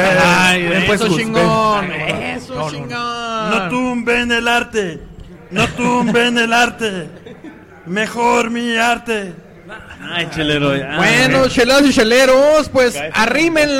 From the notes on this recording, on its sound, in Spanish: En Vivo. Grabado en Old SheepDog Brewery.